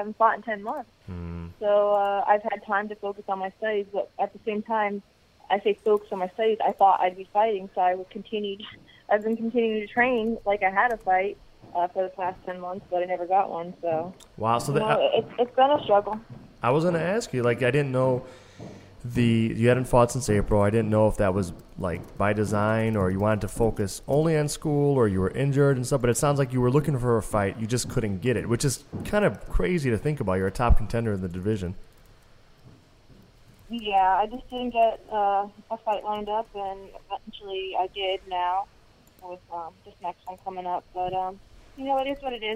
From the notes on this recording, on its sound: calls into the show